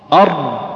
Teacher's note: ينبغي أن لا يزاد فيها بحيث يصل التكرير إلى 3 تكرارات أو أكثر